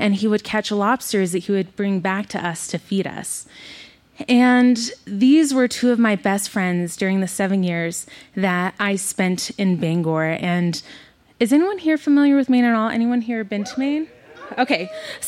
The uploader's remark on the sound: She told this story in front of a live audience at Buntport Theater in Denver, Colorado.